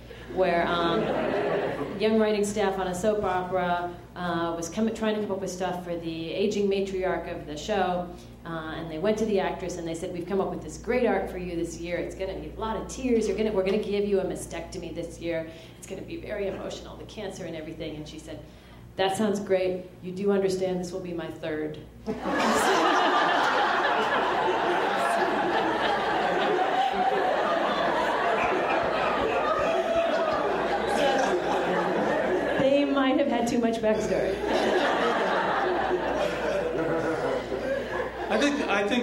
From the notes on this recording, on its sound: Mythology panel from ATX Television Festival. Recorded at the Stephen F.